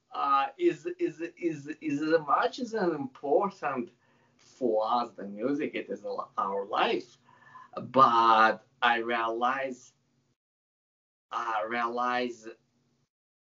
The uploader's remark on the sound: I had a nice chat via Skype